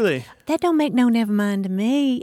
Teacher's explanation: my voice goes up an octave and I lose the R